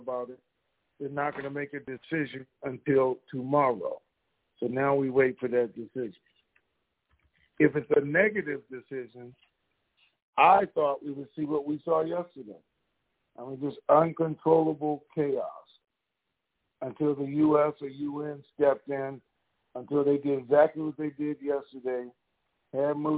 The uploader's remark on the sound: TNTSuperfantastic Conference Call.